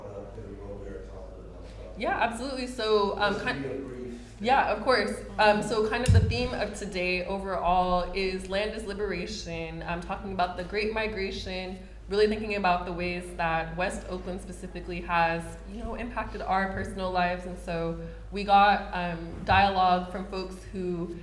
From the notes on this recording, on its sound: This conversation took place on September 30, 2023 at the West Oakland Cultural Action Network’s Land is Liberation Festival in the Storytelling Pavilion.